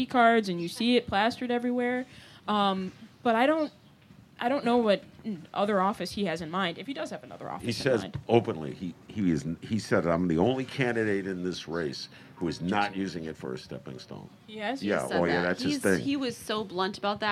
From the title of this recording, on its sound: Live At The Hideout